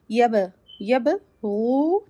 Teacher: The ba has a jazm on it. That means we will do qalqala on ba